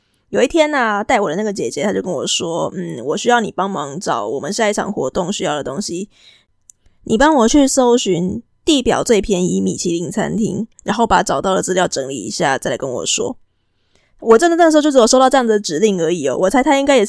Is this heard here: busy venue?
no